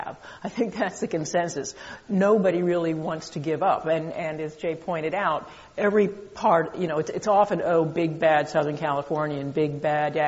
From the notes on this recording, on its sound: This program was recorded in front of a live audience at The Commonwealth Club of California on October 15, 2013.